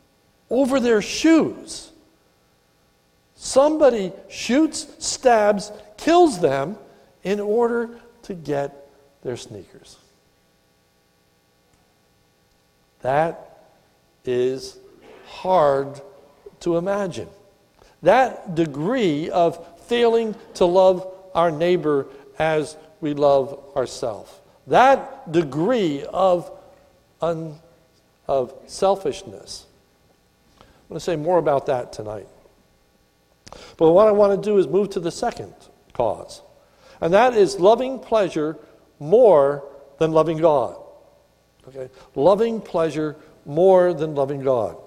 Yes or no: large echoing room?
yes